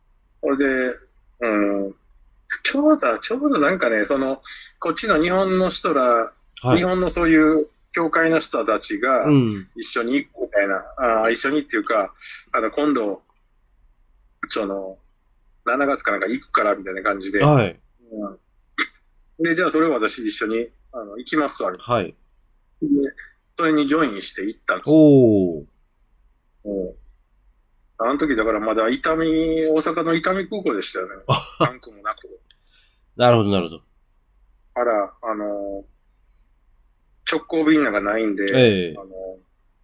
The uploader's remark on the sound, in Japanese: 今回の収録はオンラインで